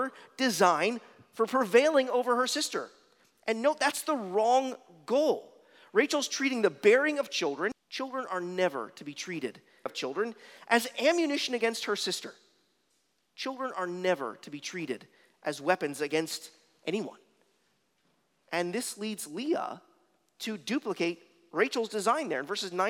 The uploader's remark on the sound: at Arlington Baptist Church in Arlington, Virginia